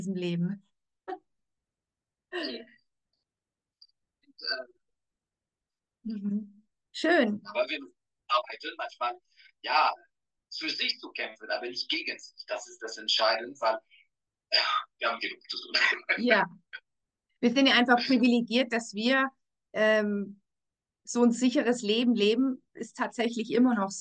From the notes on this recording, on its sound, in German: Live auf Instagram sprachen wir über die Inhalte